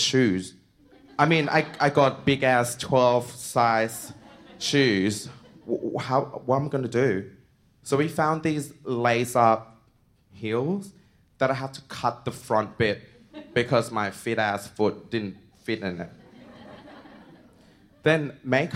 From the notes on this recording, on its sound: SPUN: True Stories Told in the Territory is a live storytelling event that showcases some of the extraordinary people and stories that make up the Northern Territory. Popping up at different venues across Darwin. At our event at the Michael Long Centre on International Women's Day in 2019.